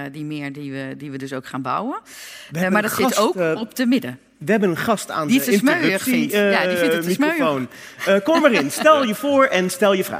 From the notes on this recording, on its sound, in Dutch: De vijftiende aflevering van ROPOPO werd vrijdag 30 september opgenomen in Arminius mét publiek.